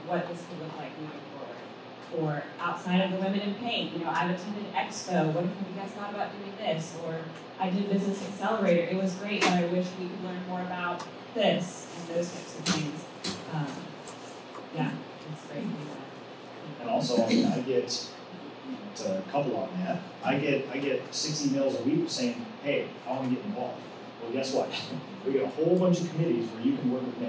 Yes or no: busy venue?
yes